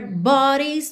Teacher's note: E esse D ficou com som de rarara, que é muito comum no inglês americano.